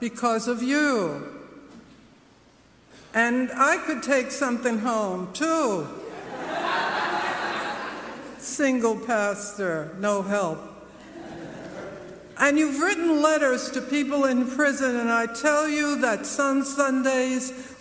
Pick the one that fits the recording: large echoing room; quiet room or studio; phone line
large echoing room